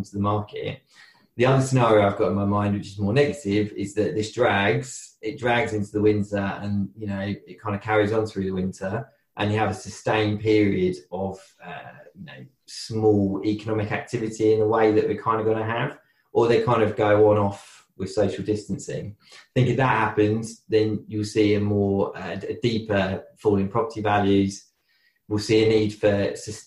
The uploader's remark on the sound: This was the first of what I imagine will be many virtual discussions so I hope the audio is ok.